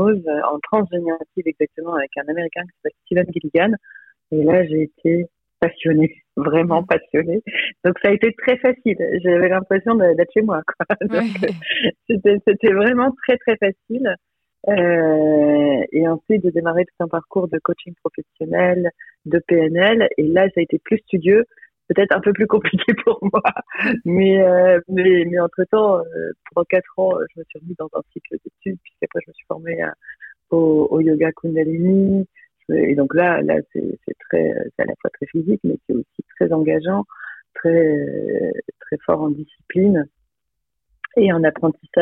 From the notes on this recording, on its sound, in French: C’est par téléphone, qu’elle nous partage son expérience et ses enseignements.